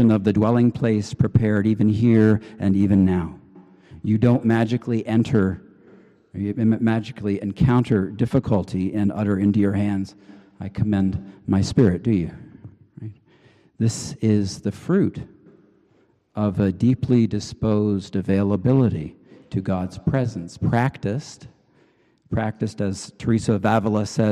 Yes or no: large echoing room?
yes